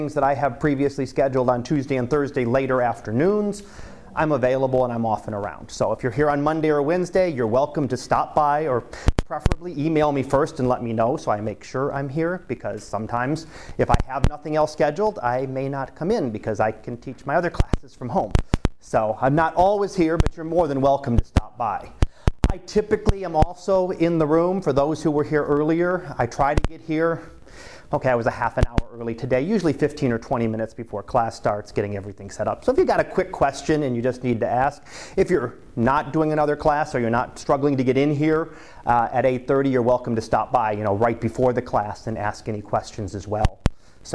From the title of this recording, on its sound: Live Class Lecture